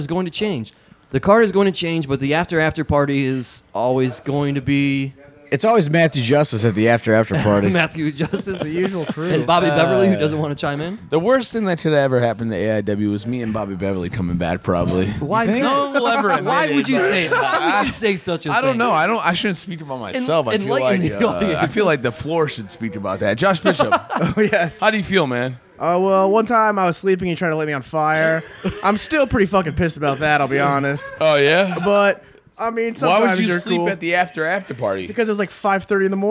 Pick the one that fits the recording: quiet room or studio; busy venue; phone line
busy venue